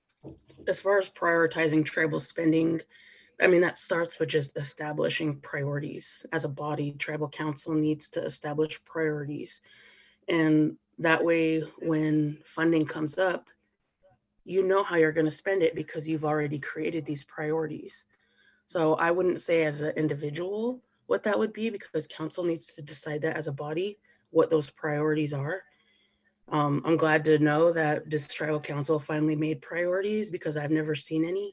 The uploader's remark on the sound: Audio from Zoom Forum